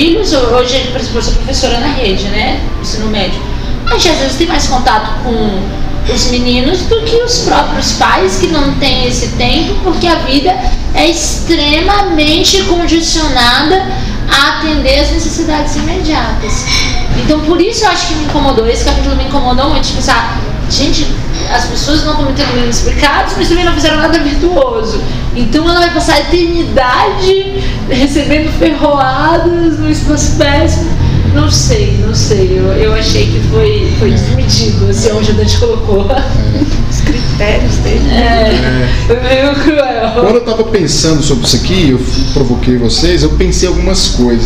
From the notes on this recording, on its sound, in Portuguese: O segundo áudio foi gravado no encontro, podemos ouvir as vozes dos 7 participantes do encontro.